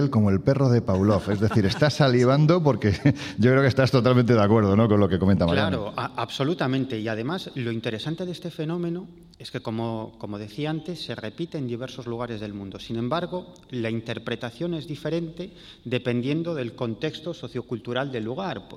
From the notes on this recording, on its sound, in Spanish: En directo desde la ciudad cántabra de Torrelavega, acompañados de varios centenares de 'invisibles' y de algunos de nuestros investigadores esenciales.